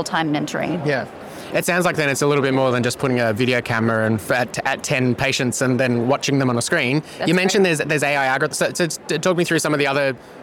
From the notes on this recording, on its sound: HLTH 2023 Las Vegas. Attends HLTH 2023 in Las Vegas with over 10,000 attendees. Episode recorded at HLTH.